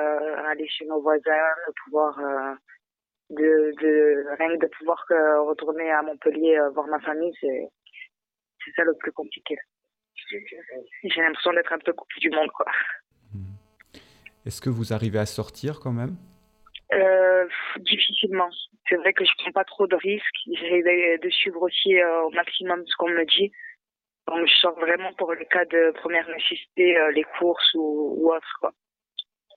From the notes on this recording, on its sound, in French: Au téléphone.